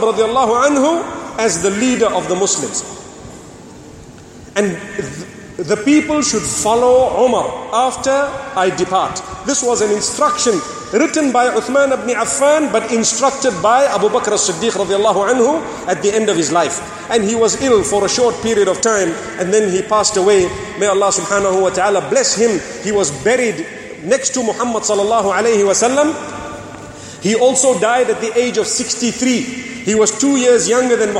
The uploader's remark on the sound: Delivered at Tuanku Mizan Zainal Abidin Musjid